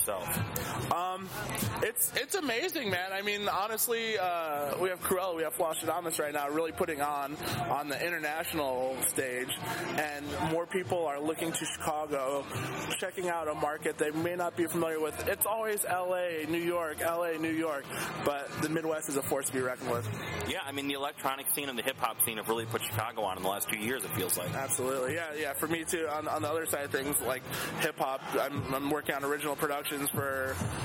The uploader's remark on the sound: In an interview on the Spring Awakening Music Festival grounds. Recorded at the same three day fest.